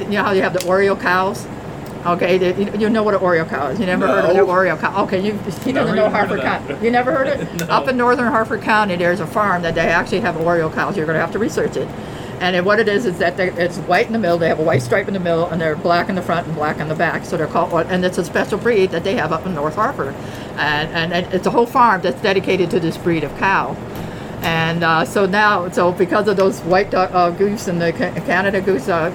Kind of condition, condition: setting, busy venue